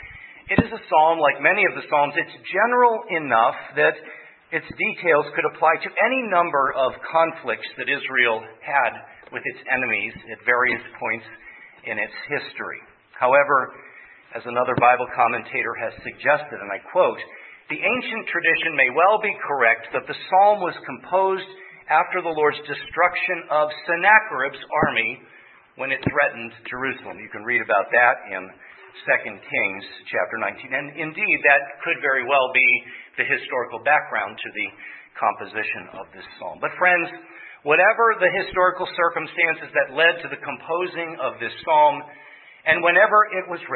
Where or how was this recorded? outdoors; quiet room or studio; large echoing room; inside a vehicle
large echoing room